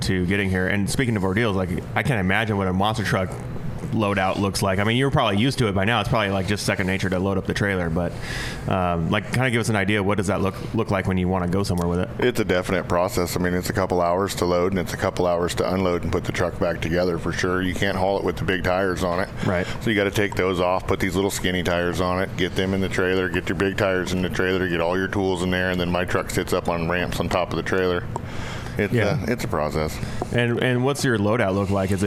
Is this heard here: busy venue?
yes